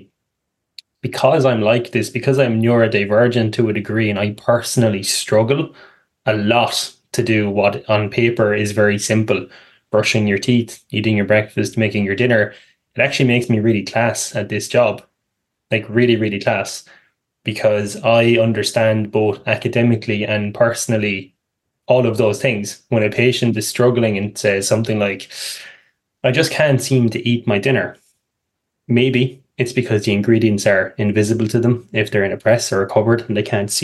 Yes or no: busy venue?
no